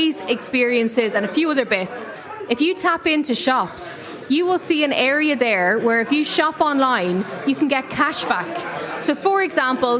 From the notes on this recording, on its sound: LIVE in The Palace Bar in Dublin